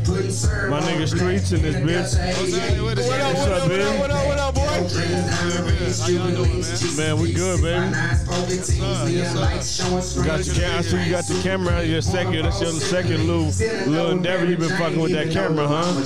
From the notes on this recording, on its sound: Live From The Album Release. Just some drunk guys drinking and enjoying life.